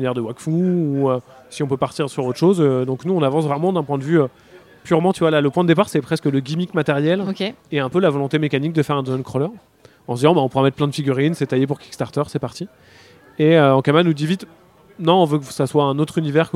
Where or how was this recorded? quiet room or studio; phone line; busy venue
busy venue